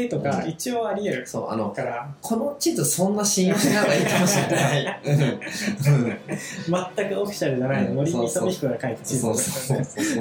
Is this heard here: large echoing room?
no